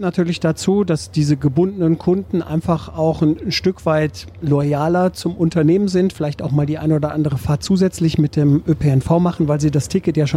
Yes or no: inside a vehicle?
yes